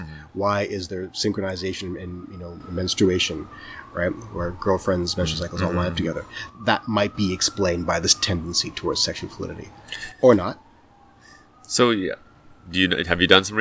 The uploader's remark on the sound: We recorded this outside, so you will hear sounds of actual nature –squirrels and birds– and the occasional airplane and siren. Which causes a weird warbling noise on the microphone.